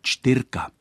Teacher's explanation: Existuje i varianta čtyrka, kde je místo hlásky ř hláska r. To je varianta užívaná v psaném jazyce velmi zřídka.